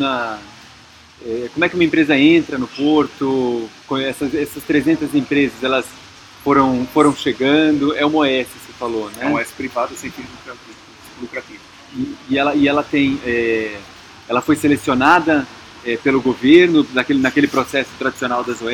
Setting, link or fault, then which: setting, busy venue